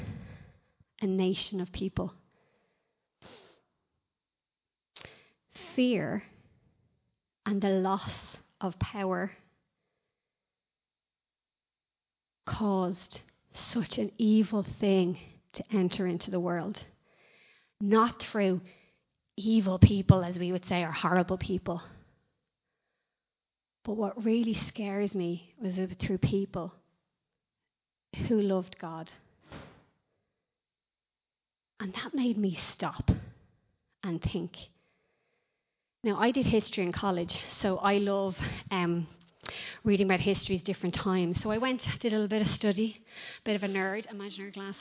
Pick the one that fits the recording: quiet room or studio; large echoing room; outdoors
large echoing room